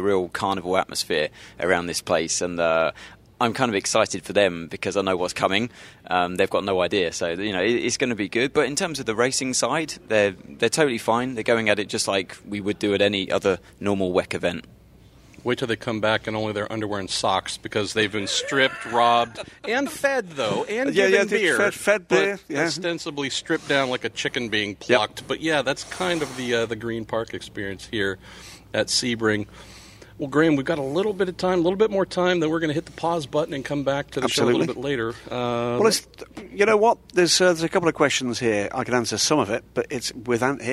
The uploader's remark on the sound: recorded at Sebring